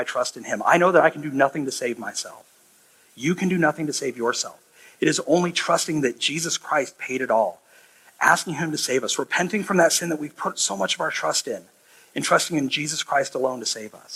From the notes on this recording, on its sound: This sermon was preached 5-21-23 at High Pointe Church in Altoona, IA.